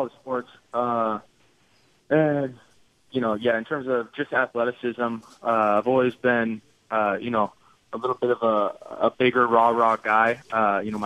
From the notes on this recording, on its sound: Called in to the Ben and Skin show.